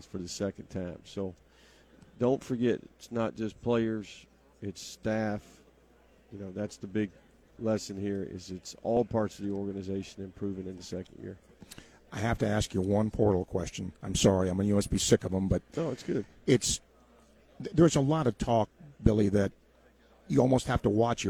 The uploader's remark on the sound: LIVE from Pro Day